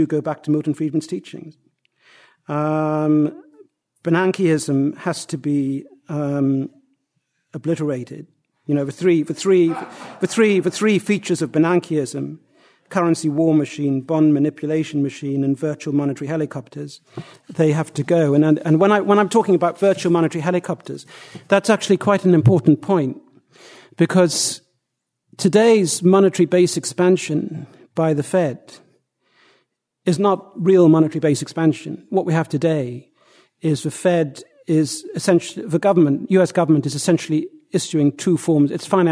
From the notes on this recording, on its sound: Presented at the Austrian Economics Research Conference. At the Ludwig von Mises Institute.